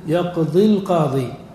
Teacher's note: لو قلت يقضي القاضي بالحق، الياء ساكنة والقاضي مبدوءة بأل، فتكون مبدوءة بساكن عند الوصل، فنقول يقضي القاضي، فنحذف الساكن الأول لأنه مد، لكن نحذفه في النطق دون الكتابة